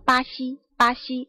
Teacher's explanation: 类似于我们中文里面，比如说巴西巴西，但你体会一下巴西的巴里面那个巴其实是比较轻的。对，那个巴西那个巴和我们这个杯里面这个巴其实是不一样的。巴西里面那个巴是巴，它声带没有一个很明显的震动